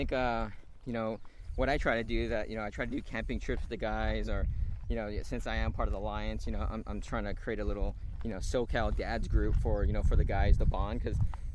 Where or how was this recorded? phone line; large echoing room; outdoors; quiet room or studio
outdoors